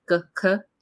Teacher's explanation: the G and the K sound are basically made in the same part of the mouth